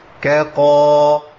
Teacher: يبقى خد بالي، اول ما الاقي الكاف عندي وبعديها قاف احذر من ابدال الكاف بقاف، لان انا ممكن استعد لتفخيم القاف من عند الكاف